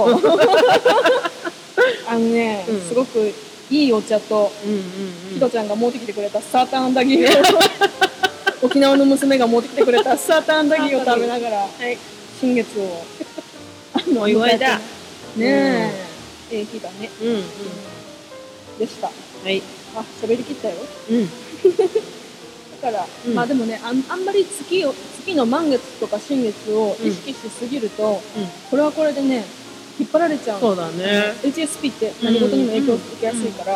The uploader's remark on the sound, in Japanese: 新月の日に滝の横で収録した。滝の音とマイナスイオンをたっぷり乗っけて配信します。